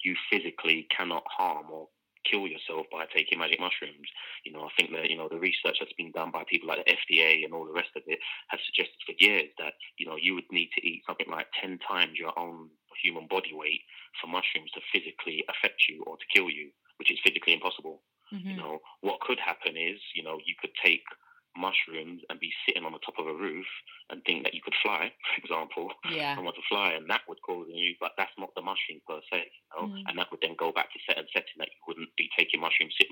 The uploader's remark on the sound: Joined live on the line from Amsterdam.